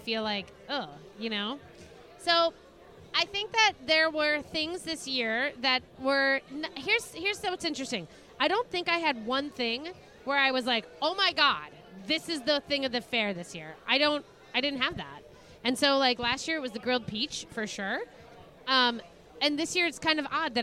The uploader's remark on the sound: Live from LuLu's Public House Patio